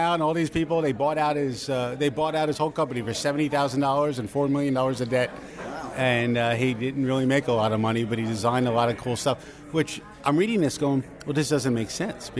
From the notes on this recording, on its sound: Live Review of Mizner’s Lounge at Disney’s Grand Floridian Resort. I invite you sit alongside me at a quiet, quaint table at Mizner’s Lounge at Disney’s Grand Floridian Resort and Spa for a live restaurant review.